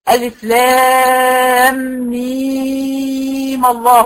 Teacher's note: لمنع التقاء الساكنين عندي برضو المد المشبع، يبقى هيمد سته وهيحرك بالفتح وهيمد سته